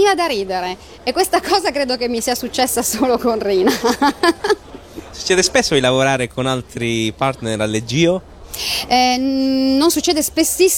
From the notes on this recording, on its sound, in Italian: Direttamente da Lucca Comics & Games 2011